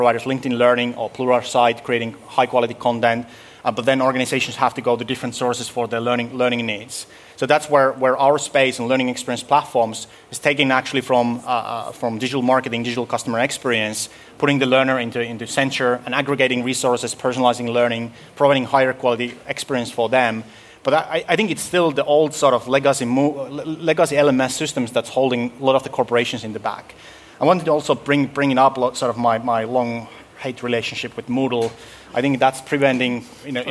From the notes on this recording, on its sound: This week’s episode throws back to our LIVE recording at Dare to Learn 2019 in Helsinki, Finland, recorded during the same week as HEL we can!, an event on Boosting Skills & Continuous Learning in Europe. With a panel of adult education and corporate training providers, teachers, and eco-system supporters.